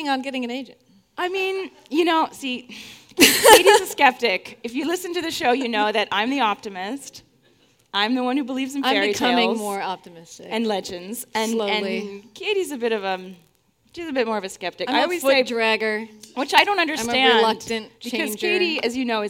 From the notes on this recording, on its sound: We explore the concept of synchronicity live on stage in Seattle. We also take audience questions.